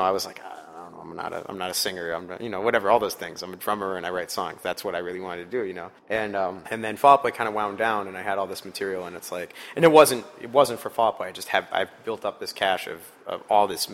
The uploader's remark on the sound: In an interview recorded onsite at the Metro prior to the artist’s hometown show this past Friday.